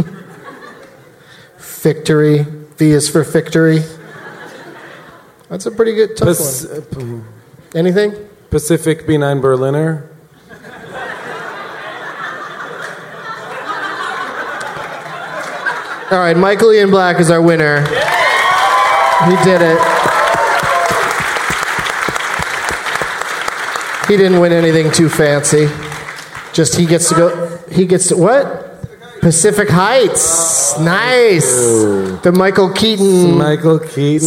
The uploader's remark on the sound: Live from the Gramercy Theatre in New York City